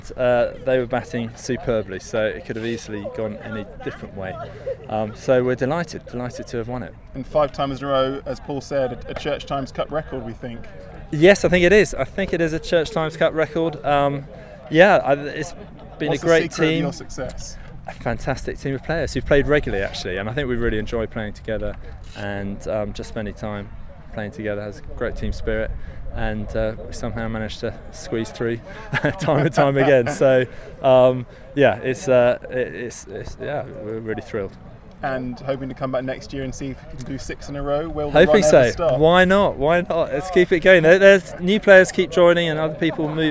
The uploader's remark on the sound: This week's episode comes live (ish) from the final of the Church Times Cricket Cup. We hear from the players, bishops, spectators, reporters, and others about this iconic C of E end-of-summer day out.